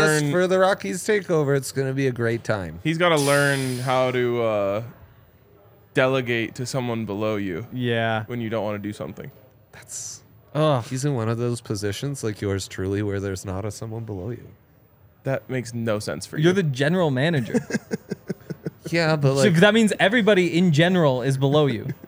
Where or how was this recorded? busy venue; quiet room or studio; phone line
busy venue